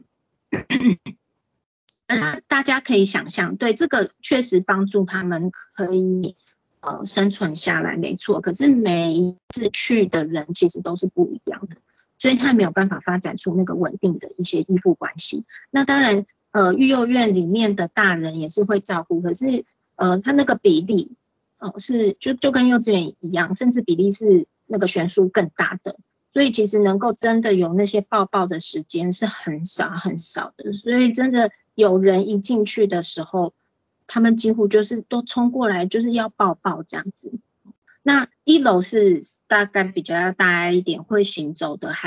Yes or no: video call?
yes